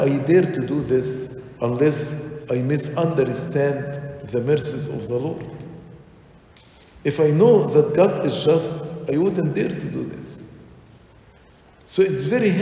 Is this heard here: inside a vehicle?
no